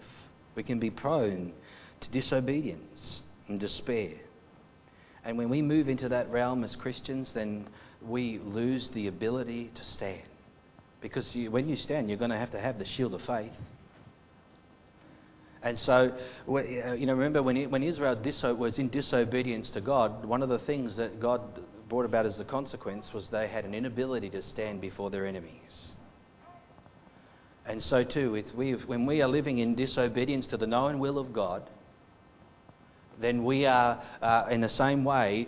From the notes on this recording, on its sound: Audio sermon recorded live from King's Way Christian Fellowship, Wantirna, Melbourne, Australia.